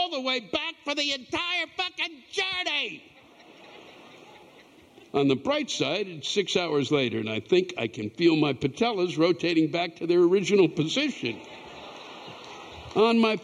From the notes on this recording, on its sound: The live rants come from the show on July 22, 2022